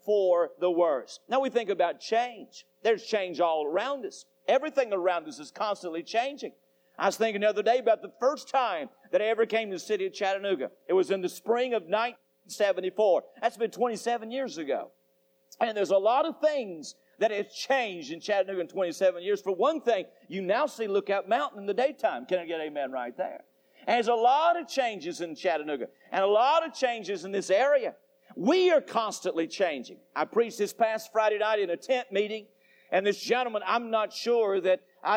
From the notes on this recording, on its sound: Temple Baptist Church Archive Podcast. During the PM service on October 17, 2001.